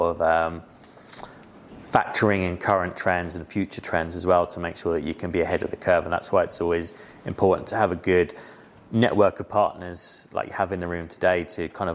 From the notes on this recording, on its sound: Headwear LIVE 2023. LIVE talk from their Headwear Event on June 28th.